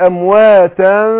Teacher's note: نون التنوين دي جه بعدها الفاء من حروف الإخفاء، فبخفي نون التنوين عند الفاء